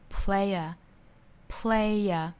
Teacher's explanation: 相当于词与词之间接了一个小小的耶的发音，也是元音元音连读加的一个小音